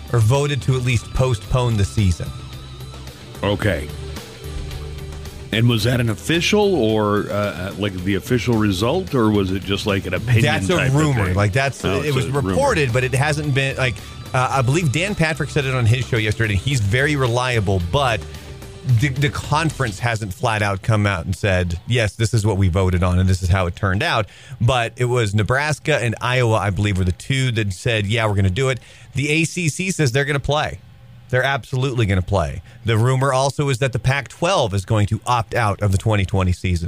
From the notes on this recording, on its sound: Listeners call